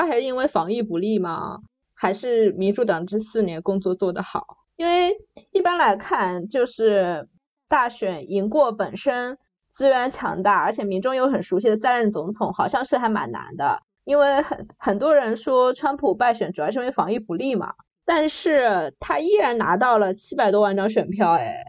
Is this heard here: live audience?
no